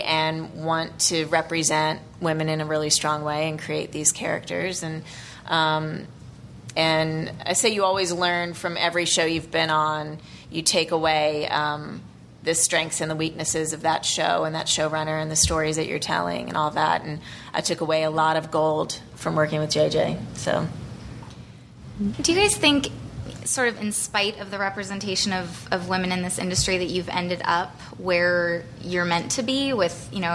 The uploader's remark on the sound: ATX Television Festival 2012. Recorded June 2, 2012 at the ATX Television Festival, Austin TX.